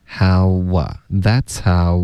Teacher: how 会导致一个很轻的一个 w 音在这两个字之内